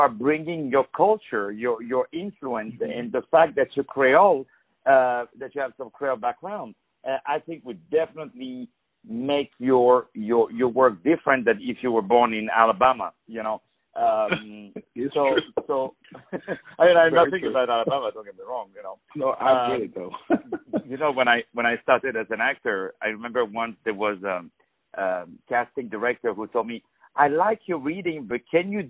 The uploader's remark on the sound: On the phone